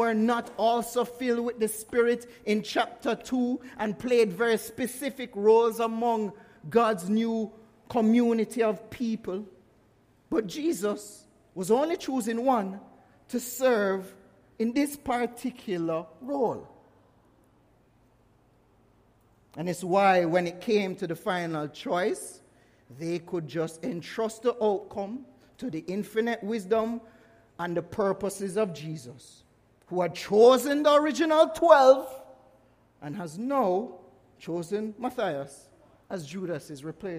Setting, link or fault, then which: setting, large echoing room